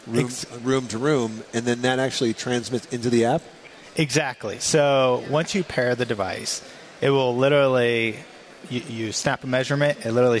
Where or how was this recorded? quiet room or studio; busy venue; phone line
busy venue